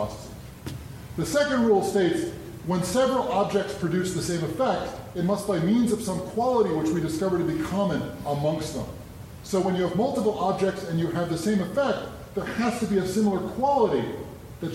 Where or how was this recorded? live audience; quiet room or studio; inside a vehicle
live audience